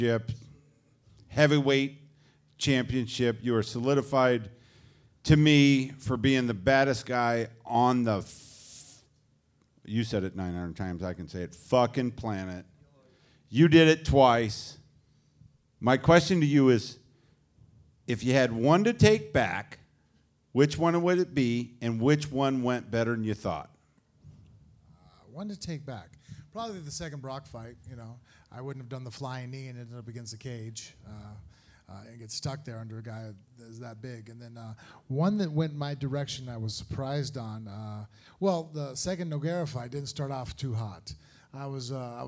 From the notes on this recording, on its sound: Live on stage. Live in Las Vegas. For a wild on stage collaboration!